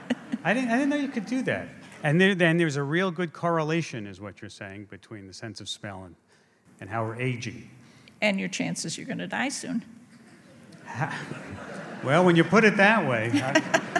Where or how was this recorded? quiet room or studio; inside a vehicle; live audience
live audience